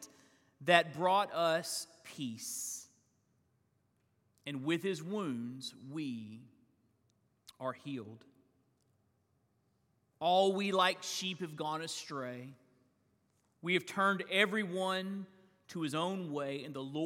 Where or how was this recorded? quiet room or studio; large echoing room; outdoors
large echoing room